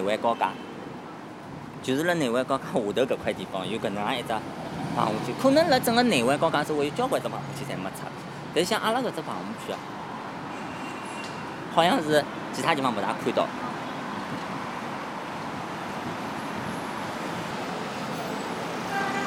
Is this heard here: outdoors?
yes